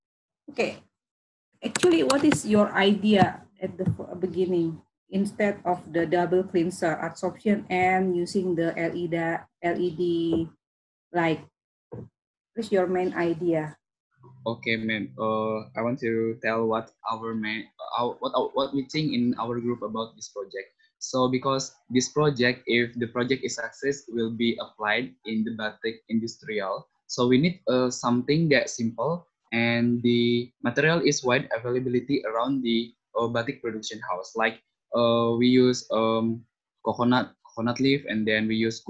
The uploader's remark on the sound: zoom meeting